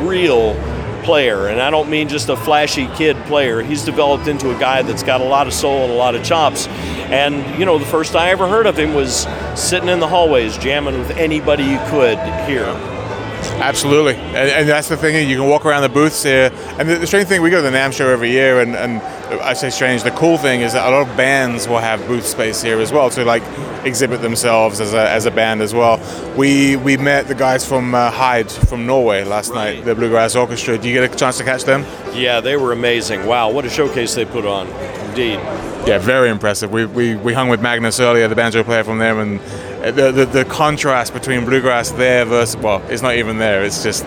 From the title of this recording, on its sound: Live From IBMA 2022